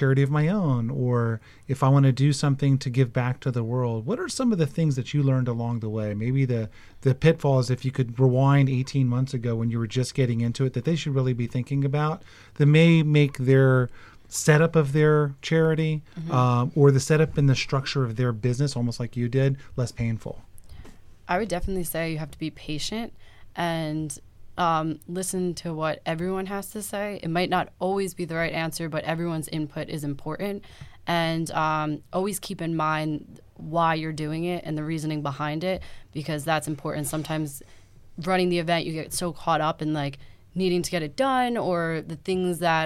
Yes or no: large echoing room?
no